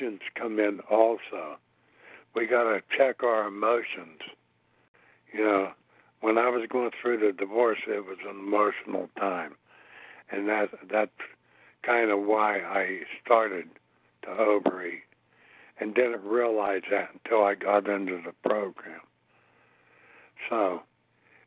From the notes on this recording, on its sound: from the 100 Pounders Phone Meeting, 10/28/23